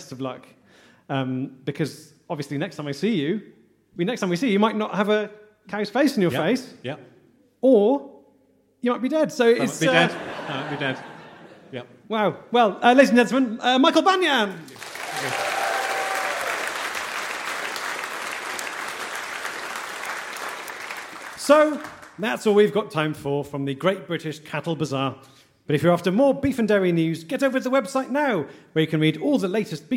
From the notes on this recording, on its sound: Live At The Great British Cattle Bazaar. Highlights from our recent live show at the Great British Cattle Bazaar.